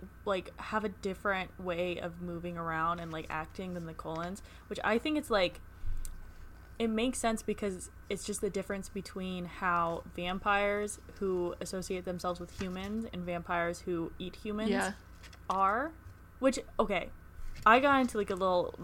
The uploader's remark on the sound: We're sorry for any sound issues we both have ADHD and sometimes can't stay still.